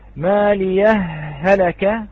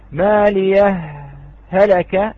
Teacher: وعلى الإظهار يترتب السكت، لابد من السكت، لأن لا يتأتى الإظهار في هذه الكلمة إلا بالسكت · Shown in: second take